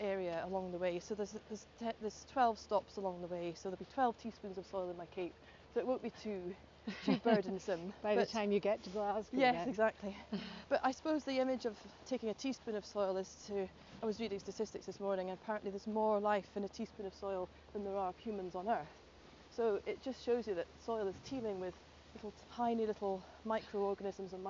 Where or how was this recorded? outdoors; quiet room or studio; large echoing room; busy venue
outdoors